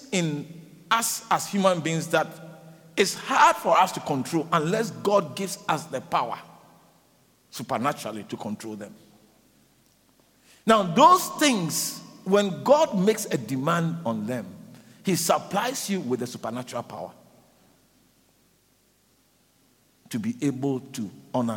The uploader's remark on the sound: preached at the Living Waters Cathedral